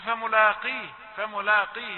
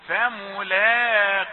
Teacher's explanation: لا لام رقيقة ليس لها علاقة بالقاف بعدها أو قبلها · Shown in: second take